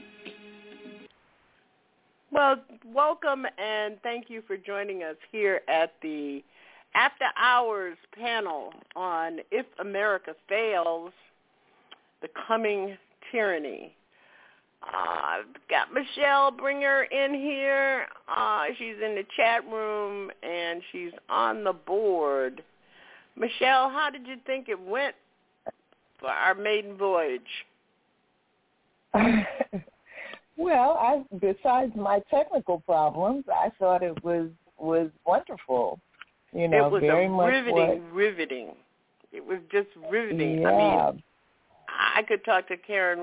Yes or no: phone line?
yes